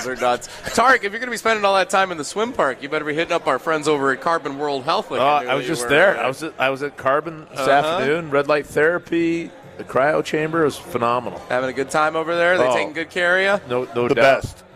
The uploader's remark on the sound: live from the Great Dane